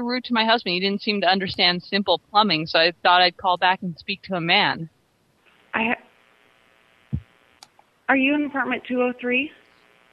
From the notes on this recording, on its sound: Personal Prank Phone Calls Collection